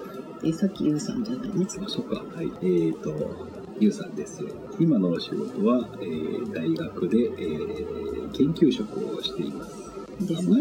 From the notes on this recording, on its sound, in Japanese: 録音環境がまだ整ってないので、ノイズが大きいですが、 次からはもう少し改善できる・・・かな？